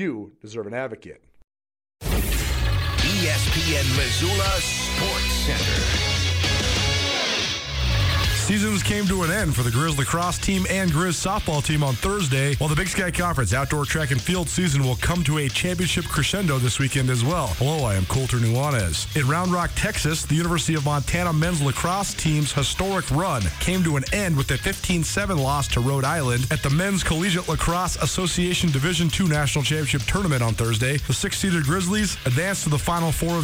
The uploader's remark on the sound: live on location at Bretz RV & Marine